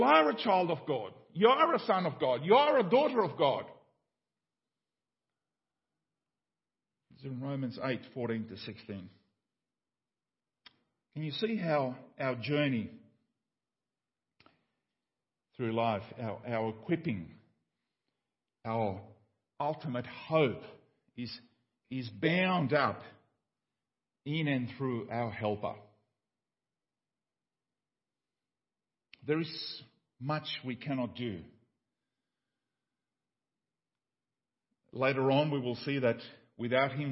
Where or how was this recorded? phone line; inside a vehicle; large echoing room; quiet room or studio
large echoing room